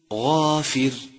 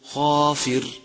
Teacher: تقول المقضوب ثانيا يجب عدم همسه حتى لا يصير خاء ف الفرق بين الغين والخاء هو صفة الهمس صفة الهمس تميز هذين الحرفين عن بعضهما مثل غافر تصير خافر